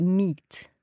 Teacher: So meat is where the vowel becomes longer and you've just got the one T.